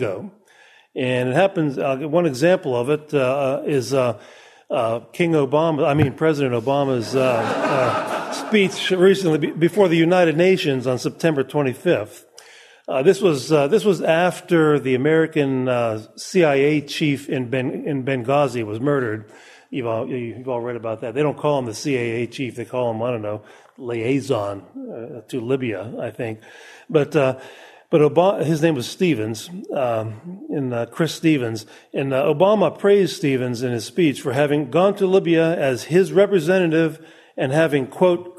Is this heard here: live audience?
yes